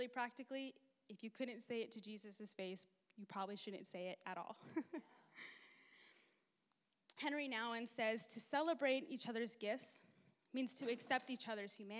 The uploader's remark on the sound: takes the stage at Wednesday Night Live